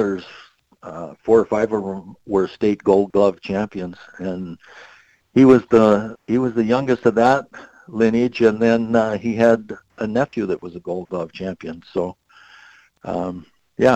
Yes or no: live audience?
no